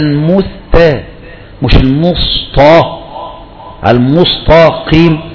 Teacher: المستقيم، يقول لك لا خلي بقى المث مش المص المث، وبعدين فخلص السين من الصاد وخلص التاء من الطاء